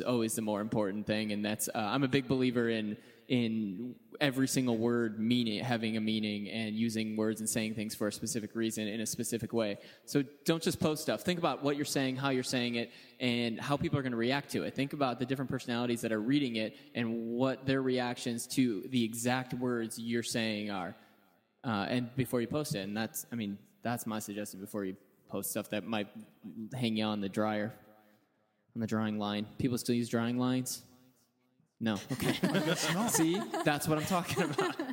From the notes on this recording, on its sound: In a live podcast panel recorded in February at Rockit Bar & Grill